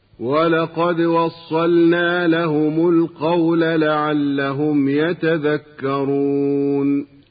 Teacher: قلقلة الدال الساكنة من كلمة ولقد